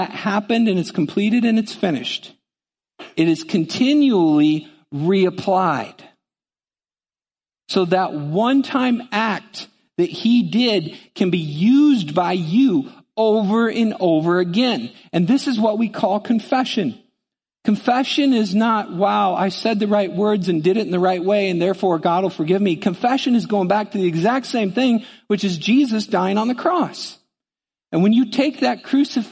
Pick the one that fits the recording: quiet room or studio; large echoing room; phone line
large echoing room